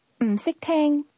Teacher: the tone fell and then rose at the beginning of that? Say again, can't understand.